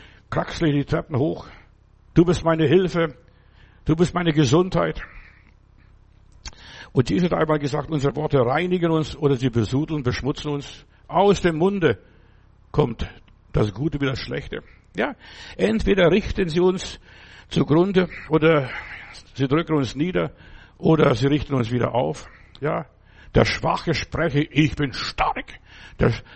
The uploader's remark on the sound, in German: im Gemeinde-Zentrum in Berlin aufgenommen